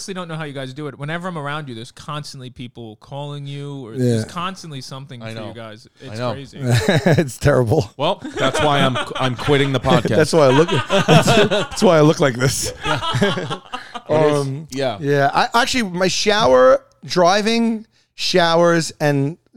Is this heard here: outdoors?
no